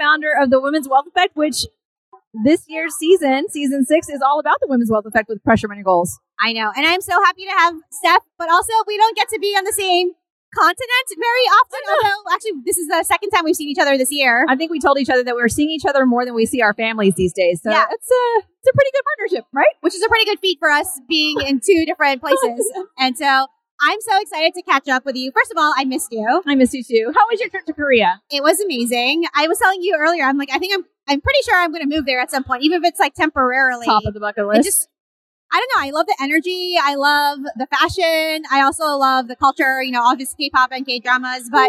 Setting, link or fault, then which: setting, busy venue